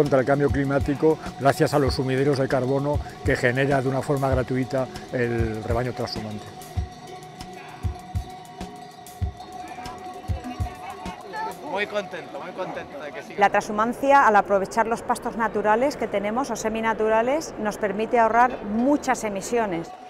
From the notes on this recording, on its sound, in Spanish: Breve documental grabado en la Fiesta de la Trashumancia 2019, Madrid.